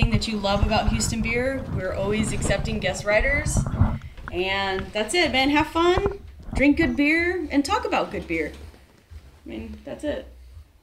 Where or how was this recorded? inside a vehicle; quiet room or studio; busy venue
busy venue